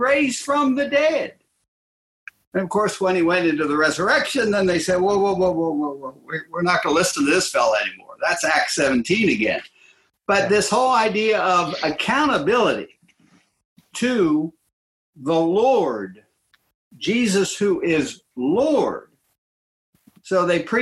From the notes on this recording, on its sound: July's panel discussion, held via Zoom.